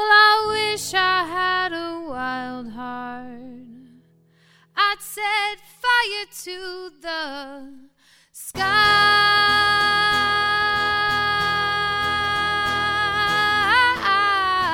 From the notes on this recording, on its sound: Recorded live on stage at the Florida Theater in downtown Jacksonville.